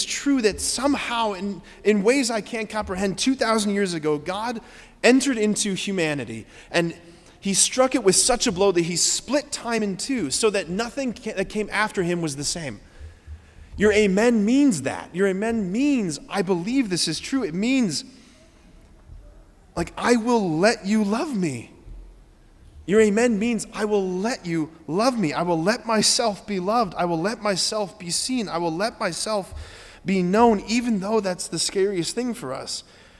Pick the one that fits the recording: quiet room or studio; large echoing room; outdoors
large echoing room